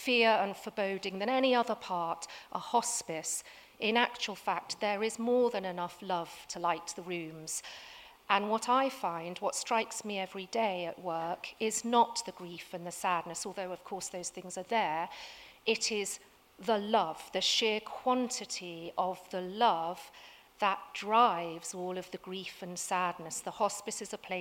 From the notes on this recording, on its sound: Recorded at 5x15 at The Tabernacle in London, November 2017.